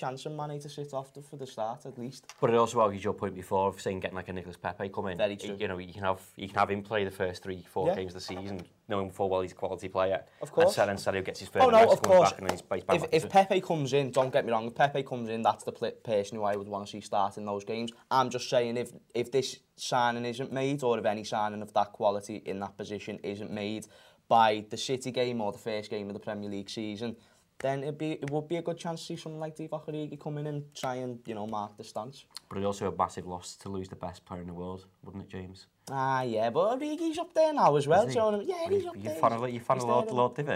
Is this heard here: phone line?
no